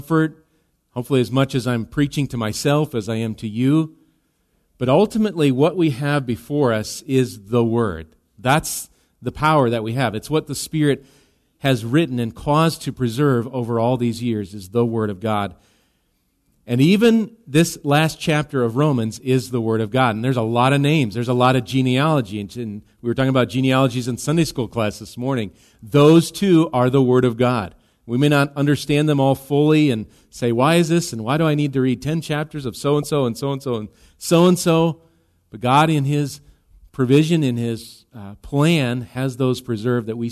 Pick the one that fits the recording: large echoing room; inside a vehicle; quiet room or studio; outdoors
large echoing room